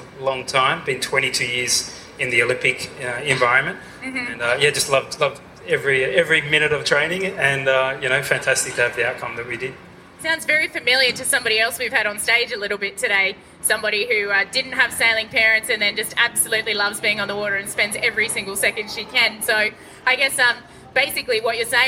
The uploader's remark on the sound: recorded at the Sydney Boat Show